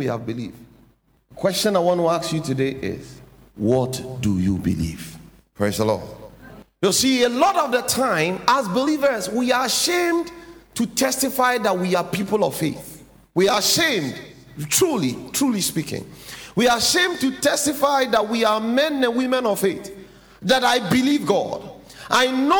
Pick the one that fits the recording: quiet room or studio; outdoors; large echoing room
large echoing room